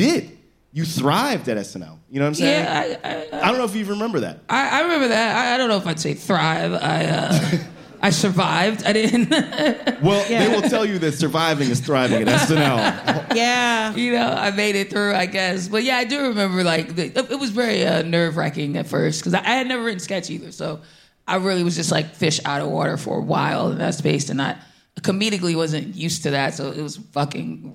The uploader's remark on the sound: Live at the Bell House BK (Where else?!). This episode was recorded before the SAG-AFTRA strike.